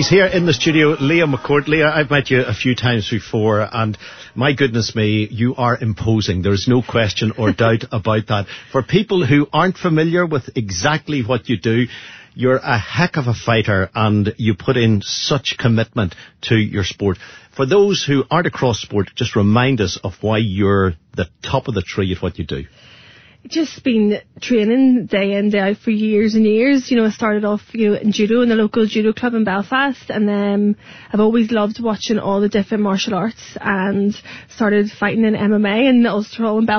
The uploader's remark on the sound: called in to U105 studios